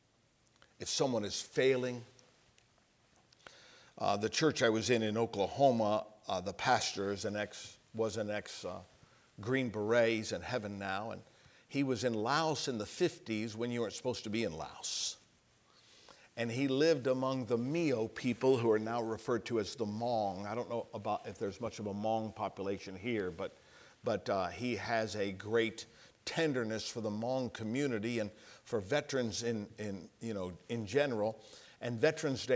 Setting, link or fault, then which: setting, large echoing room